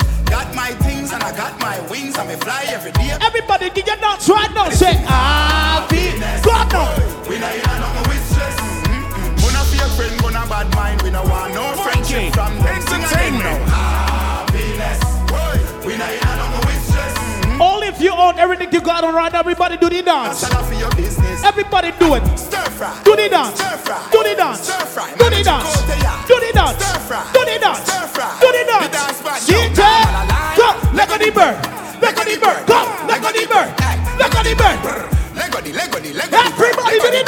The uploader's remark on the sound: TECH XII LIVE AUDIO FROM VIKING ENT